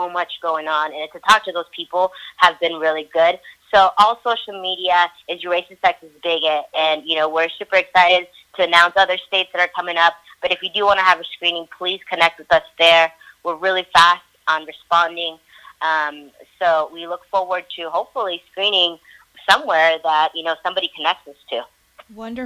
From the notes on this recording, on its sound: Couldn't get them in the studio, so we had an audio three-way and I interviewed the co-directors of the documentary film "You Racist, Sexist, Bigot." via phone!